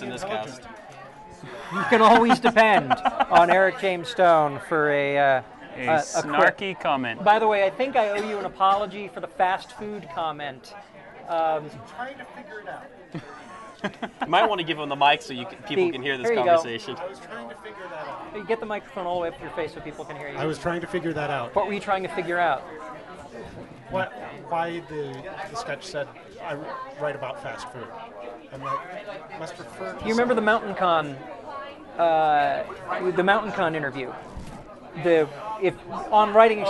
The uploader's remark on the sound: Live at the Mistborn 3 Release. Recorded in line at the Hero of Ages book release and signing event at the BYU Bookstore.